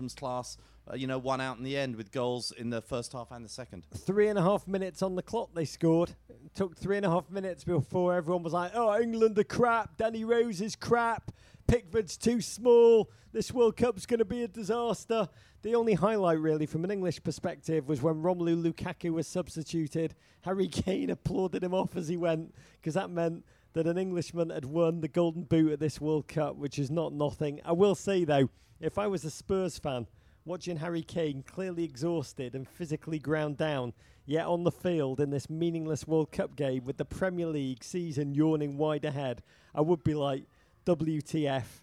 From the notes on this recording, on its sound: from a makeshift studio at the Budweiser Live Final Experience in NYC